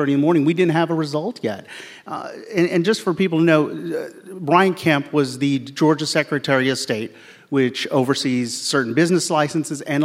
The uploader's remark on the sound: In a live show on Thursday, October 20th, at the Buckhead Theater in Atlanta